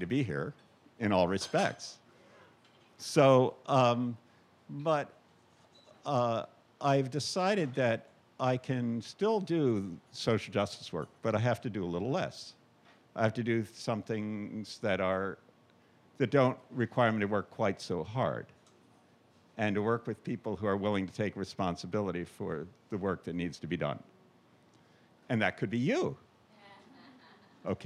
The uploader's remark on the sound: These stories were told and recorded in front of a live audience on June 24th, 2018 at The Well Tavern in Wellfleet, Cape Cod, Massachusetts.